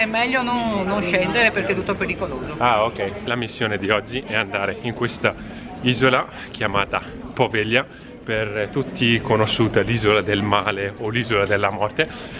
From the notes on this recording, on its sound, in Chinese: 都市探險現場採訪威尼斯居民，路人阿嬤如何看待玻維利亞島？